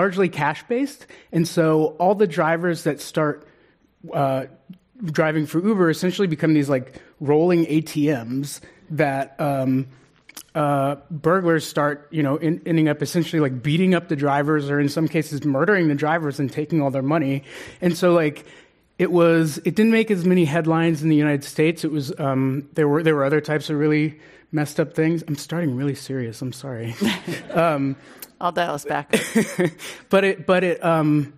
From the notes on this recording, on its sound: This program was recorded in front of a live audience at The Commonwealth Club of California in San Francisco on September 10th, 2019.